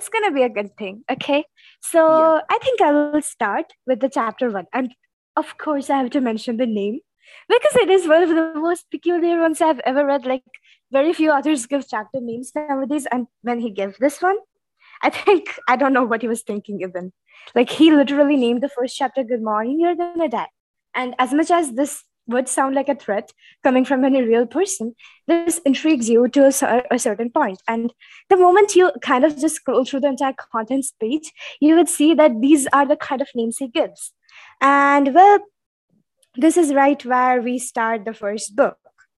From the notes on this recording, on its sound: sorry for the glitchy audio